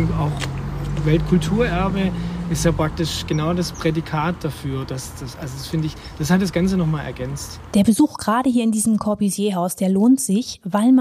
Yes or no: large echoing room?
no